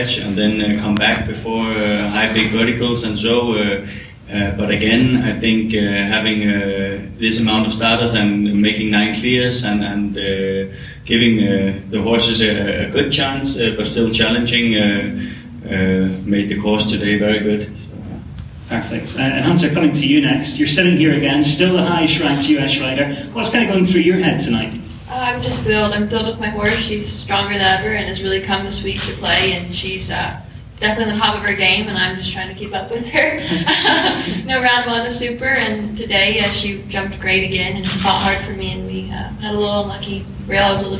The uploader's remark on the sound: This special episode of the Practical Horseman Podcast, sponsored by Silver Honey, comes to you from the 2023 FEI Jumping World Cup™ Final. Hear from riders at the press conference after the conclusion of Final II.